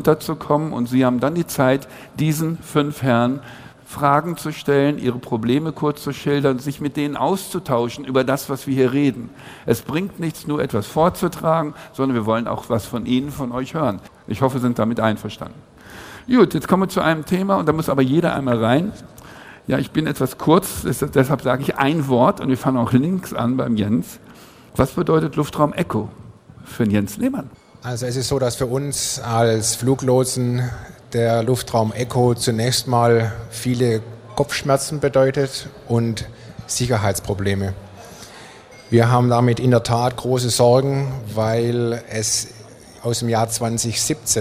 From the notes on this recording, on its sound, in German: Podiumsdiskussion auf der AERO 2019 zwischen Fluglotsen, Vertretern der Airline-Piloten und Vertretern der Allgemeinen Luftfahrt.